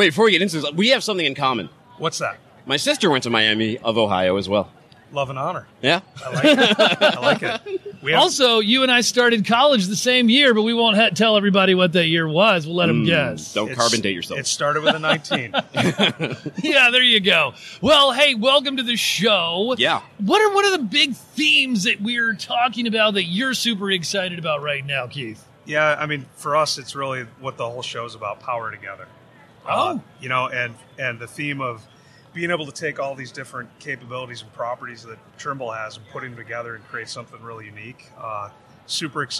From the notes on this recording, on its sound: LIVE from in.site in Houston. Coming LIVE to you from In.Sight2019.